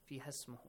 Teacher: So you skip Hamzatul Wasl, and you have to skip the long vowel sound. Fiha, not ha.